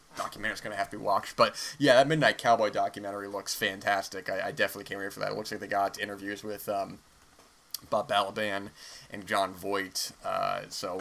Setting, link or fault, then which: fault, background noise